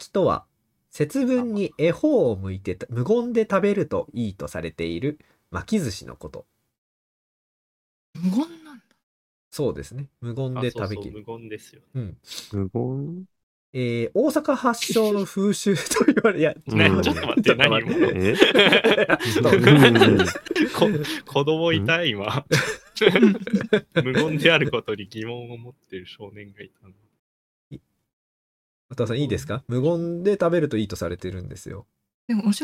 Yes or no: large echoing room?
no